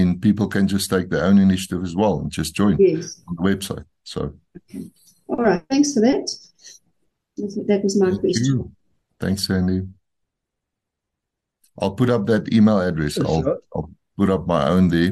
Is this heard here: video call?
yes